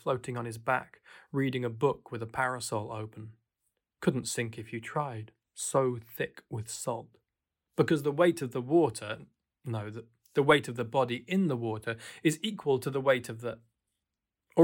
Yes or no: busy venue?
no